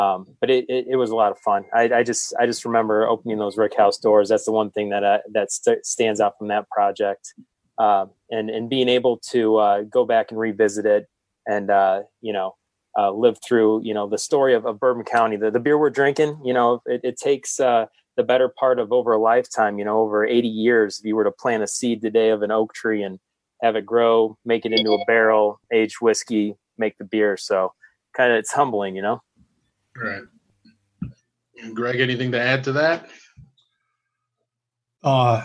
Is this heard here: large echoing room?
no